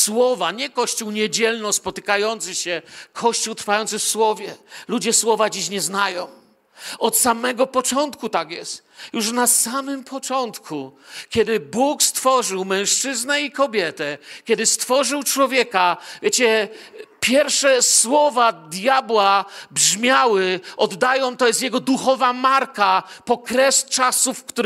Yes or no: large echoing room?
yes